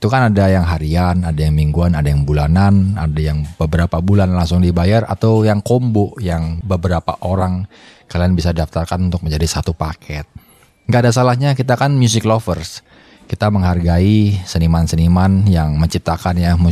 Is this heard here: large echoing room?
no